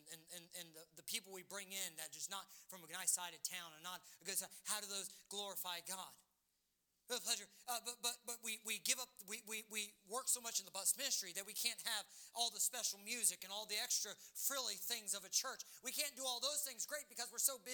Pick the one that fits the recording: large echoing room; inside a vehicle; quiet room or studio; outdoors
large echoing room